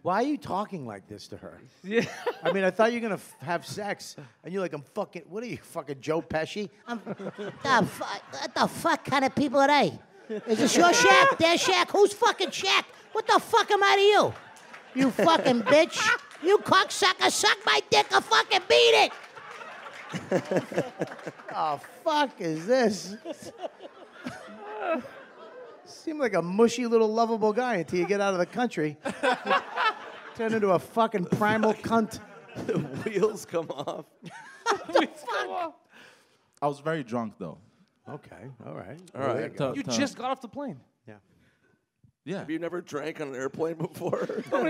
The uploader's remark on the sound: Live at JFL.